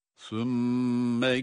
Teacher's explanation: Burada sümme, sa harfi peltek, mim şeddeli ve tutarak okuyoruz.